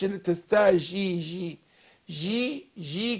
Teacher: فلا تستعجي جي، ما قلتش تستعجي جي جي جي كده، عملت مسافة بين ظهر اللسان والحنك الاعلى فهتبقى فيها تفشي زي الشين · Term: التفشي